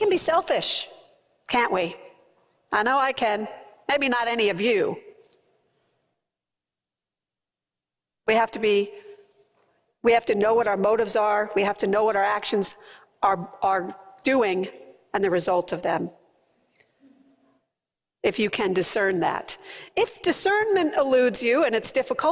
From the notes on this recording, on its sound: preached at First Presbyterian Church of Allentown